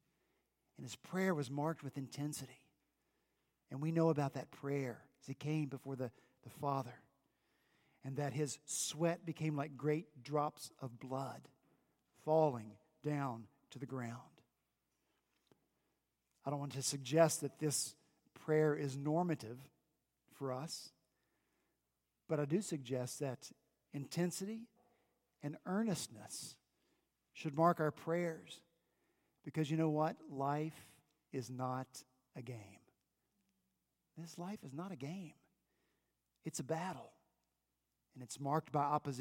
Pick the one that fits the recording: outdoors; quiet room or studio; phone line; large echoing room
large echoing room